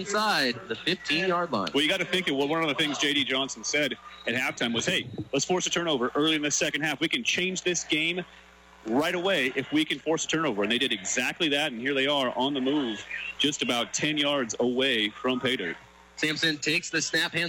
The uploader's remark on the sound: Spaghetti Bowl 2015 PxP. Live from Ingersoll Stadium!